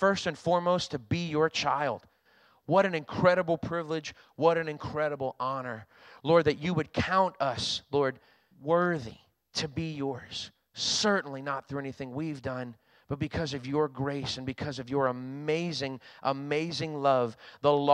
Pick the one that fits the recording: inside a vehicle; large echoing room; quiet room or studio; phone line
large echoing room